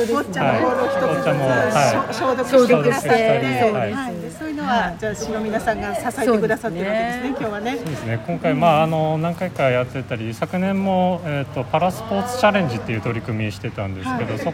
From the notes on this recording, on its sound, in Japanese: 信夫学習センターにて開催された、「会員交流会・ボッチャ体験会」において、収録しまし